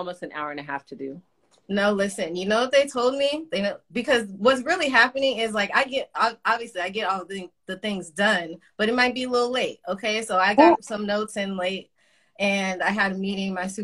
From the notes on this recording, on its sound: IG Live discussion.